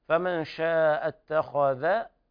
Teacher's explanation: فمن شاء اتخذ، هنا الحرف الخاء مفخم والذال بعدها مرقق